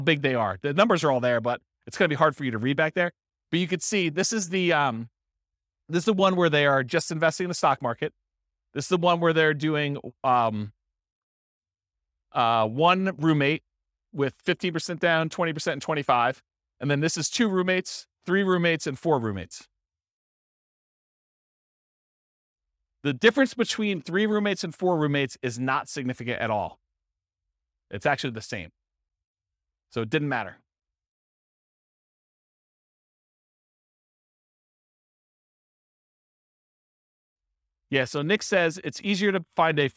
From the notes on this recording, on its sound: This was a live class recorded